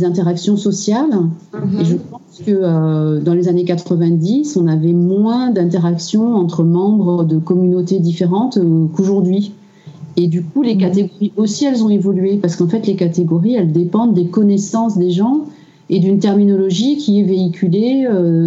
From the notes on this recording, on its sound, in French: Nous avons enregistré durant trois heures, via Skype